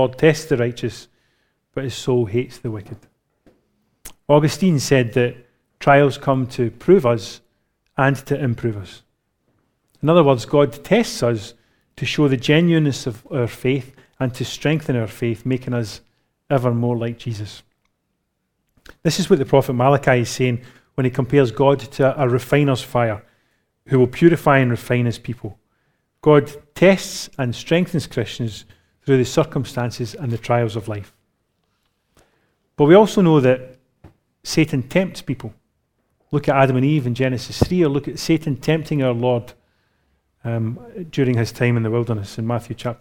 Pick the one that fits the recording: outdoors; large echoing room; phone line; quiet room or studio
large echoing room